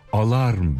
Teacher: azımsanmayacak kadar sıklıkla L harfinin kalın kullanılarak alarm biçiminde söylendiğine tanık oluyoruz. Kelime başlarındaki L harflerinin bütünüyle ince olarak telaffuz edildiğinden söz etmiştik.